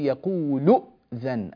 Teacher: قلب الهمزة حرف مد مجانس لحركة ما قبلها، نقلب الهمزة حرف مد من جنس حركة ما قبلها. · Term: الإبدال